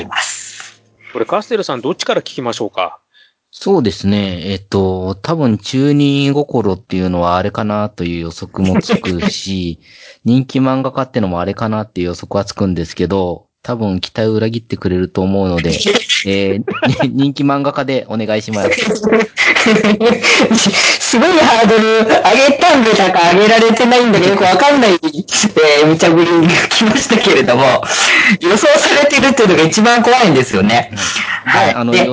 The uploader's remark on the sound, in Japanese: 今回は、回線の都合上、かなり音質が悪いですが、予めご了承ください。